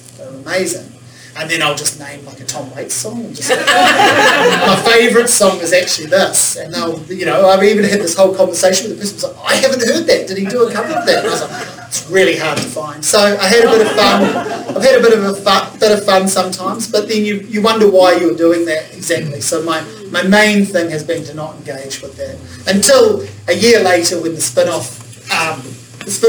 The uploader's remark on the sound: A talk I gave at the 2020 Manawatu Writers Festival